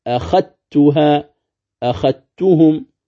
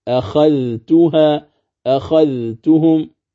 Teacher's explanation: نعم، أخذتها، أخذتهم، أخذت ونحو ذلك، فتقرأ بإدغام الذال في التاء. يعني إذا أدغمت الذال في التاء ماذا يصيران؟ حرفا واحدا مشددا من جنس الثاني، يرتفع اللسان عند النطق به ارتفاعة واحدة فتصير تاء · Shown in: first take · يعني من الخاء يقرأ التاء، يعني الذال كأنه لو وجود لها في النطق، لا وجود لها، إذا يقرأها القارئ عند ورش أخذتها، أخذتهم.